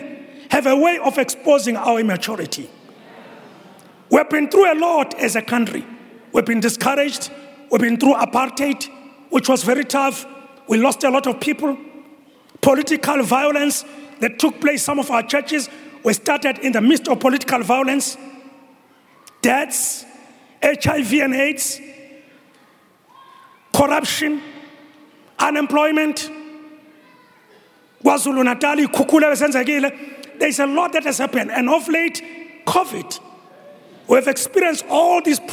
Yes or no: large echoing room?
yes